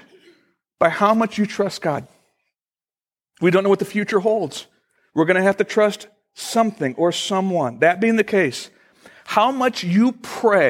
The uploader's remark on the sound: Originally recorded August 10, 2014, at Fellowship Missionary Church, Fort Wayne, IN.